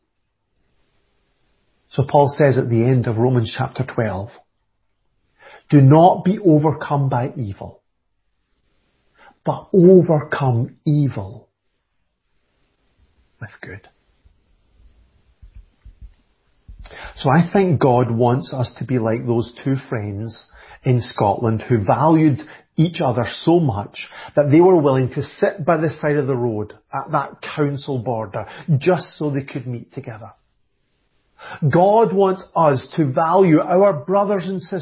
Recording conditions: large echoing room